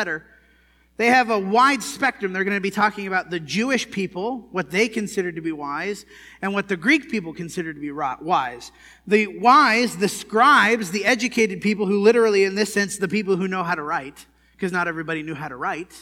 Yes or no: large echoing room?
yes